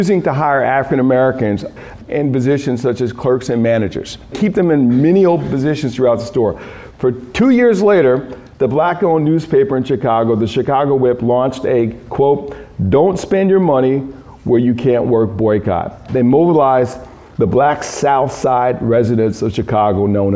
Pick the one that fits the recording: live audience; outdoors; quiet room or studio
live audience